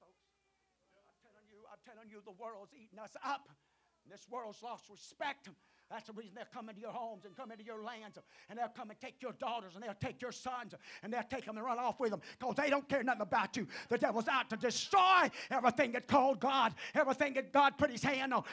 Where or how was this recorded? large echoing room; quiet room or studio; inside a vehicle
large echoing room